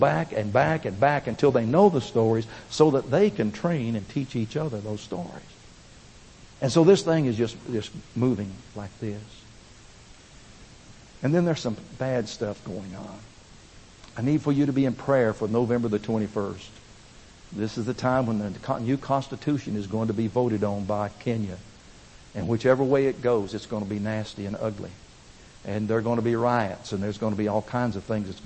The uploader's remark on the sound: Recorded at First Baptist Church, Pigeon Forge, TN (2005)